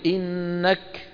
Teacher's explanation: يبدأ يقول إنك، شايف إنك، فبعد ما يحبس الكاف يفرج عنها، يفرج بيانا، فيخرج الهواء الذي كان محبوسا. هذا الخروج للهواء هو همس.